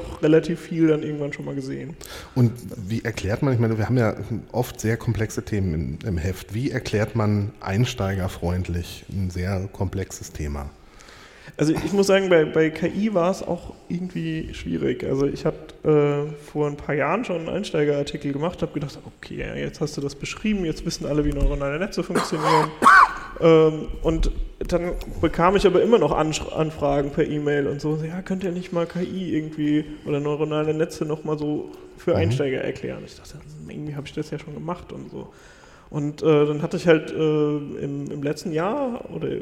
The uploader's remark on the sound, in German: Live vom 36C3